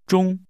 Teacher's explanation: Noon, or at noon, is pronounced with a high-level tone.